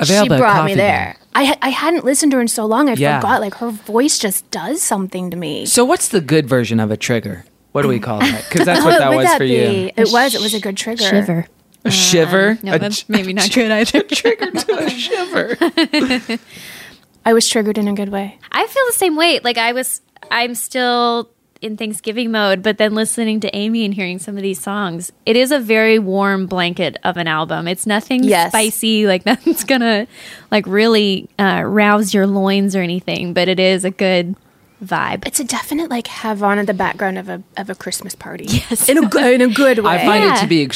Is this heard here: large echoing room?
no